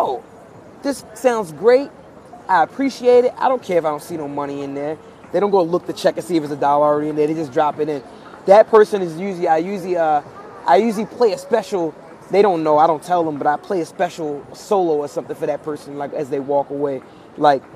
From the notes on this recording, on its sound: Live from Union Square Park